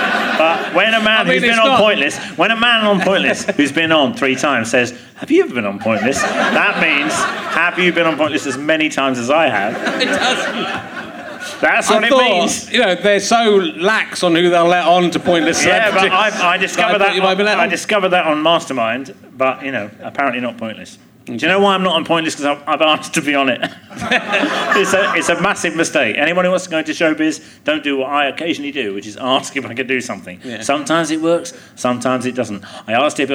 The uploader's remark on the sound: Leicester Square Theatre Podcast